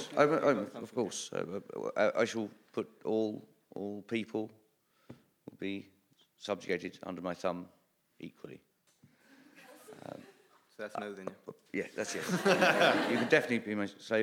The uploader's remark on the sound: Recorded at the BBC Radio Theatre in 2008